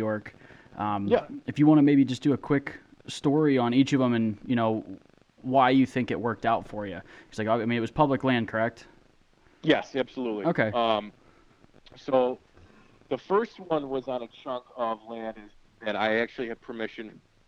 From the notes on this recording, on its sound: he sits down with us via phone